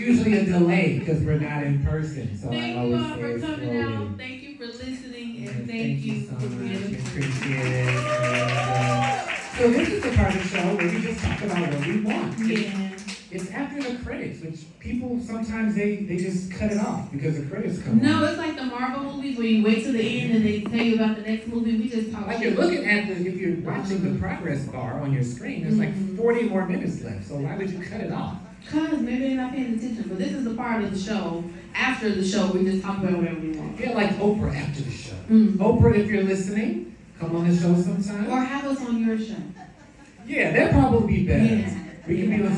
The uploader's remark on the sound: Live from The Golden Girls Kitchen. The second half of our LIVE episode taping from The Golden Girls Kitchen in Chicago!